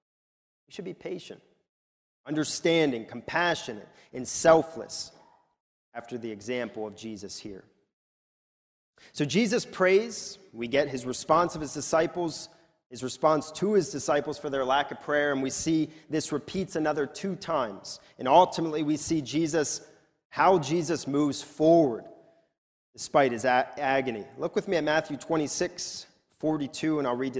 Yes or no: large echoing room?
yes